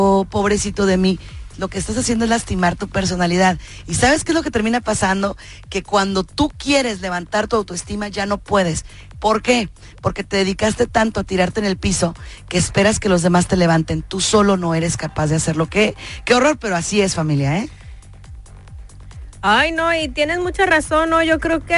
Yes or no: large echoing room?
no